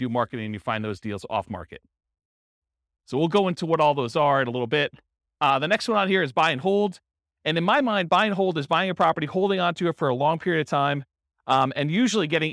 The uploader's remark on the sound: This was a live class recorded